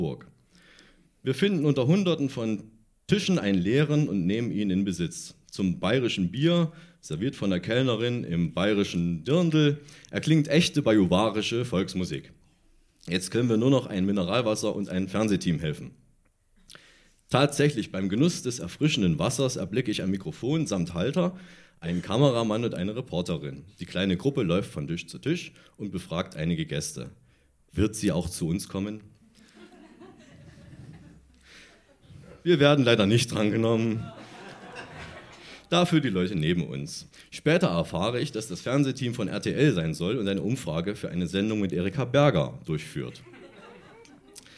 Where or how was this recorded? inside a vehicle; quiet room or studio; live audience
live audience